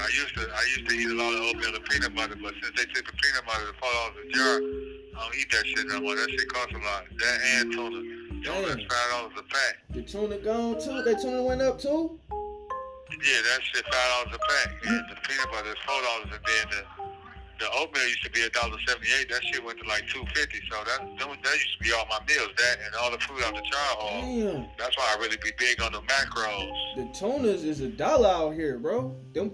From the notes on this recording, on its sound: On the phone. A call from prison!